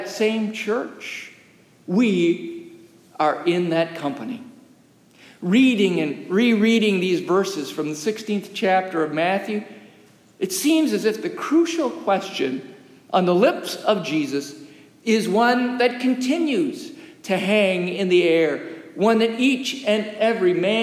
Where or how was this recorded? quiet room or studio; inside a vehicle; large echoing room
large echoing room